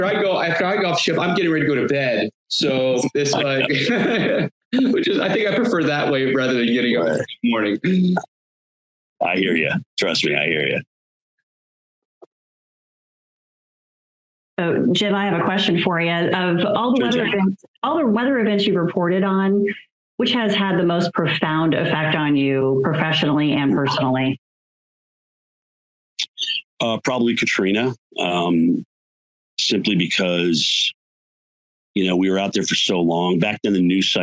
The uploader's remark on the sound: Yet we still knew: It's live for 12-hours. Three huge names in our weather industry were, for all intents and purposes, suddenly on a Zoom call hosted by my computer. (Even when you didn't see CWG hosts on-screen, the entire telethon was streaming through our HQ.)